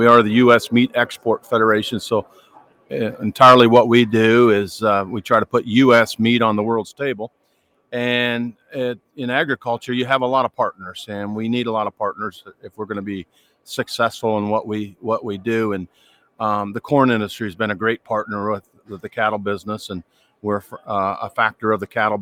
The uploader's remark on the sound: reports live from the Cattle Industry Convention in Nashville